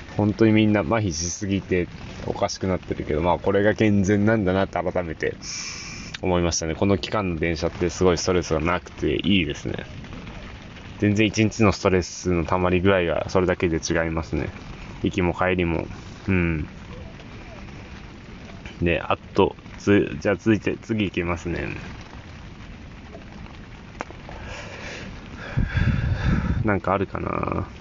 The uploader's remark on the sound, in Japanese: ふもとっぱらキャンプ場。未曾有の豪雨の中の収録。